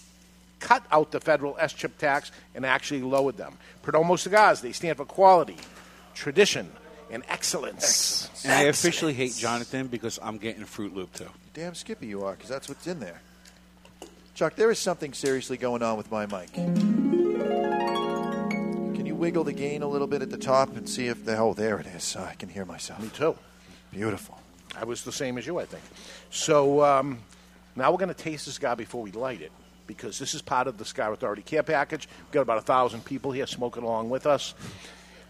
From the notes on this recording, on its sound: We are live from Two Guys Smoke Shop in Salem, NH